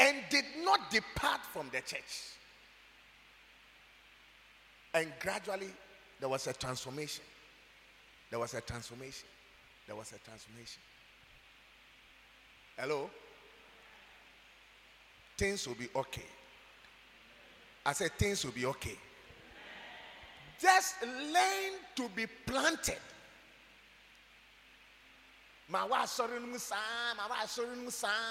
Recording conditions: large echoing room